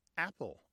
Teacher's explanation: The beginning of the word apple, for many people, is a glottal stop.